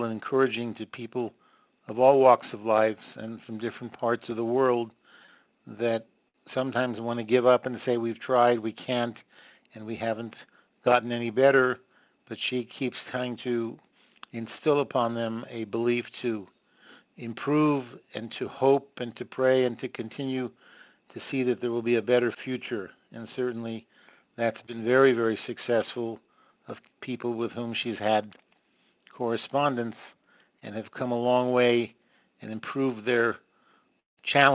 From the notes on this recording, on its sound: visit on the phone from Jerusalem